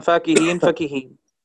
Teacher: فاكهين حركتين، مد طبيعي، بعضهم سماه قصرا.